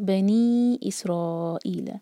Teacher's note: بنی چار حرکہ اور یہ ہے مد منفصل، اور اسرائیلہ را کا جو مد ہے یہ ہے مد متصل، اور سین کو کلیئر پڑھیں گے سی ٹی کی آواز کے ساتھ.